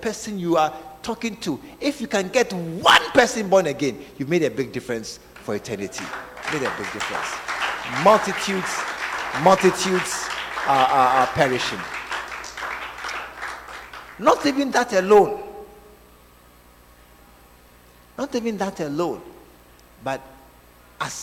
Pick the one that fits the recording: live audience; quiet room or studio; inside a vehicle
live audience